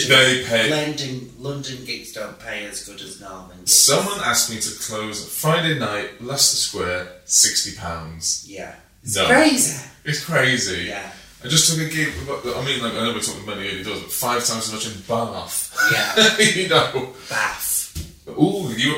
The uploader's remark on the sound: Apologies for the bad audio quality!!!